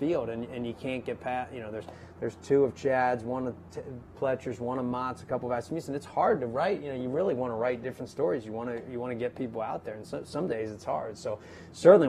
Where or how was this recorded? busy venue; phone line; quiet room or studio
busy venue